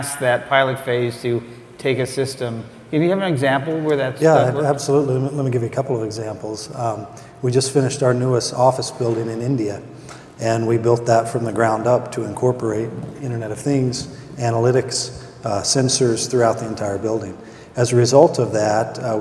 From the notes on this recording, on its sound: The best of live interviews from GreenBiz events.